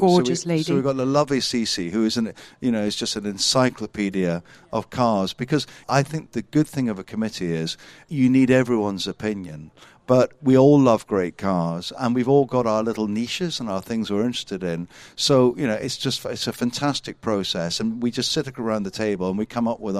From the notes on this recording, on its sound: Recorded at the Concours of Elegance at Hampton Court Palace